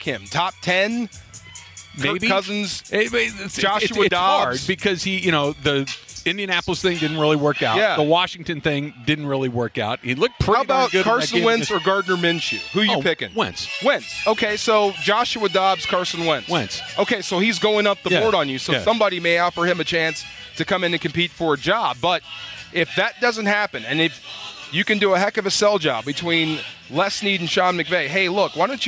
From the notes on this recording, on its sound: live from YouTube Theater for Rams Revealed